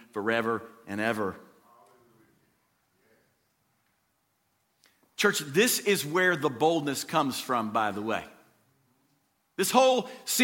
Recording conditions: large echoing room